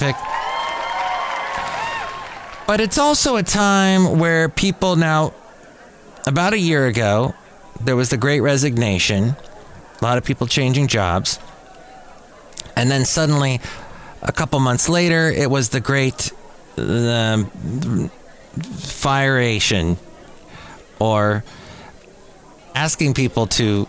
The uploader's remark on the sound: podcasts live from Cafe Anyway